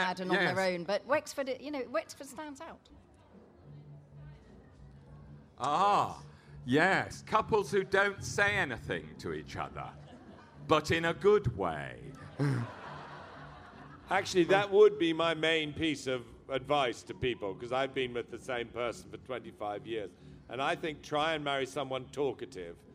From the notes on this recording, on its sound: Live from Latitude. Brings you the highlights of our live events from the literature tent at Latitude festival.